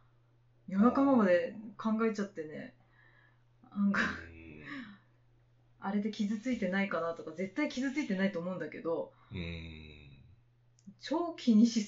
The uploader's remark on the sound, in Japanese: ポットキャストを始めるにあたり始めて収録しました。初収録にあたりお聴きづらいと思います。